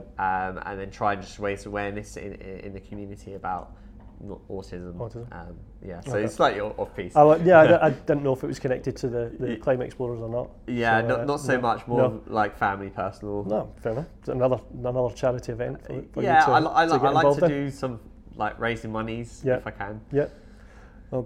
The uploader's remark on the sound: As we were in the Alexandra Hotel in Fort William during the Mountain Festival this year, there is a bit of background noise from other people moving around the hotel.